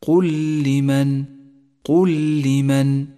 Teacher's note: يلتقي حرفان اشتركا في المخرج والصفات بأن كان الأول مثل الثاني، فاللام الساكنة جاءت بعدها هنا لام متحركة، ندغم اللامين ببعضهما فتصيران لاما واحدة مشددة · Term: الإدغام المتماثل